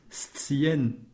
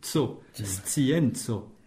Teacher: S suivi de C, il faut entendre S, T, S, scien. Oui.